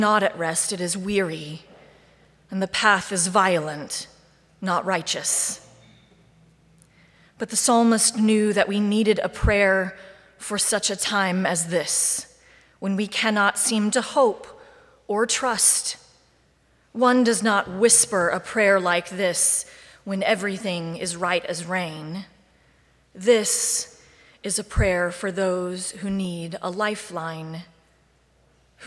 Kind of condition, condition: setting, large echoing room